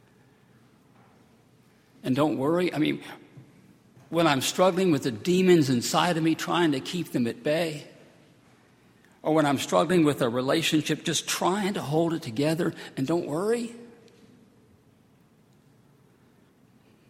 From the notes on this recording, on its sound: at Highland Baptist Church